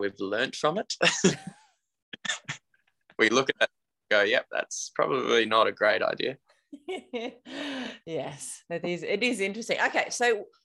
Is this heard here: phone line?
no